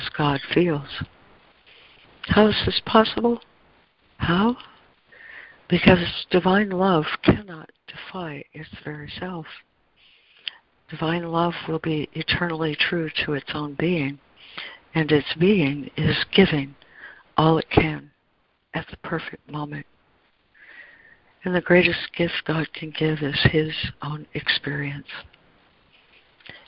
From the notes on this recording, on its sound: ACIM Daily Conference Call.